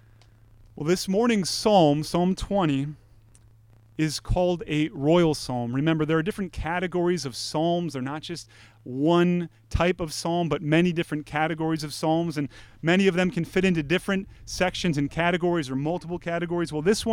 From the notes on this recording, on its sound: Woodridge Community Church (New Berlin, WI).